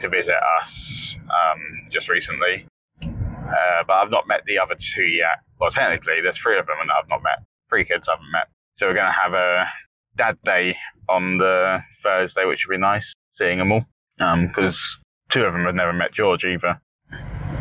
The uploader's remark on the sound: Not in the same room, or at the same time... Whilst he's driving home from a night shift.